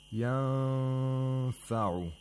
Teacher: the upper front teeth gets really close to the lower lip, but it doesn't touch the lower lip. · we approximate the place of articulation of فَا and at the same time we make a nasal sound for two vowel counts · Term: إِخْفَاء، إِخْفَاء of نُون ساكنة